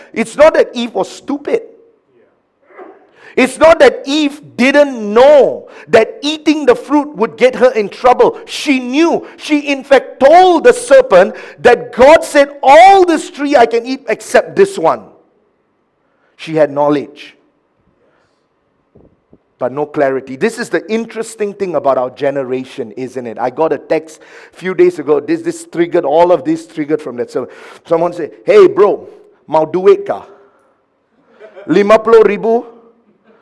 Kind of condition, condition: setting, large echoing room